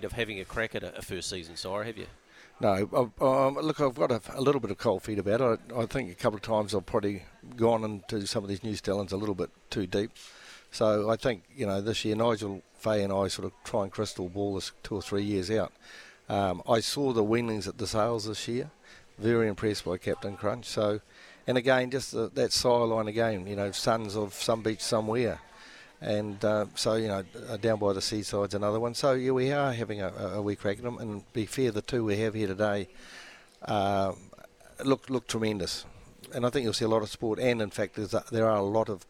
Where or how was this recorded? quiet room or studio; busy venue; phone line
busy venue